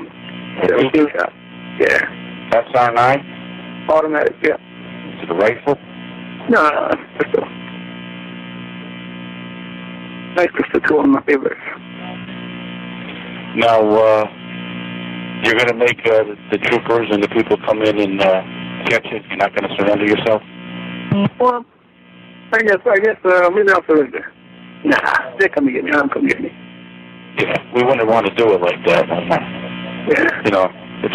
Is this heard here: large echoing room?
no